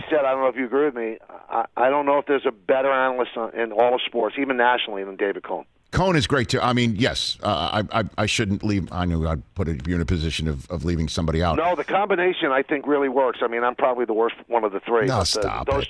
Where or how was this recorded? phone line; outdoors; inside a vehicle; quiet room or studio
phone line